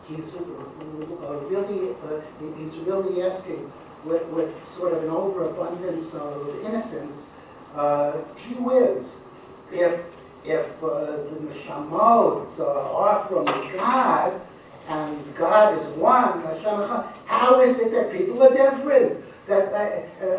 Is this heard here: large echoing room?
yes